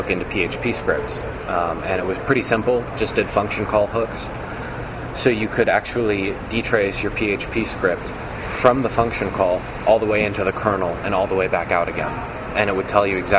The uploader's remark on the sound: at the LinuxWorld Expo in Boston.